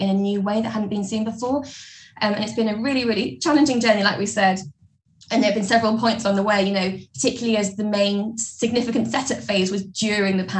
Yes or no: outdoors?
no